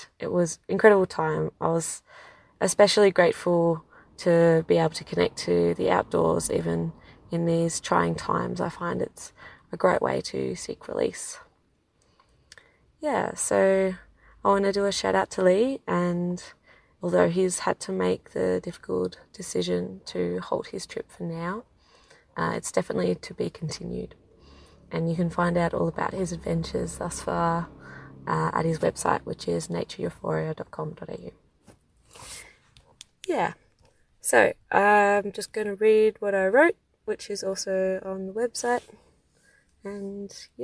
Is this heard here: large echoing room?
no